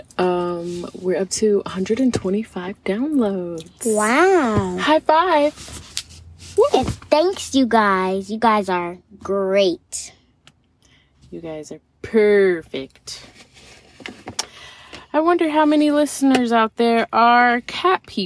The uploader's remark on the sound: Our conversation takes place in the car right after we left the little kitties.